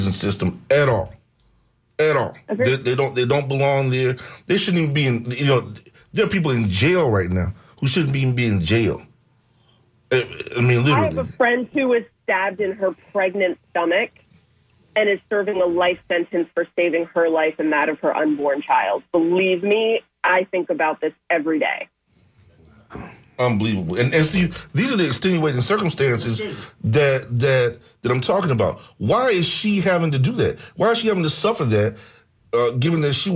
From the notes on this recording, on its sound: Unique magazine format call-in show.